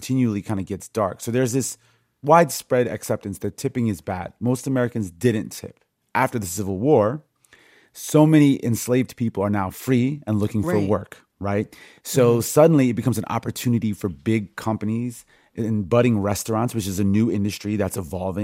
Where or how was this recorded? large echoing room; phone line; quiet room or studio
quiet room or studio